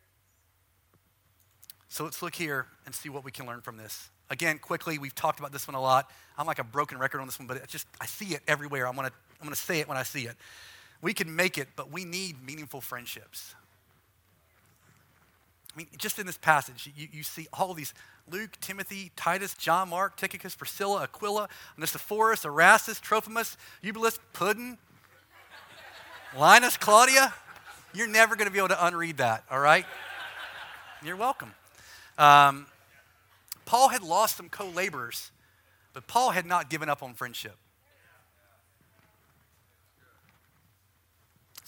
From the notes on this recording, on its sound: Session 5 from the Advance North America Conference at Southlands Church in Brea, CA.